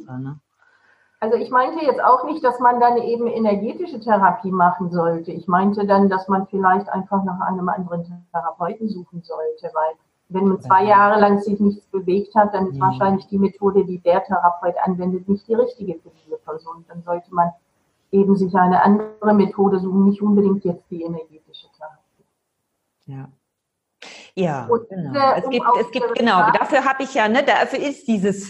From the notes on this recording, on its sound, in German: Trotz der leider schlechten Tonqualität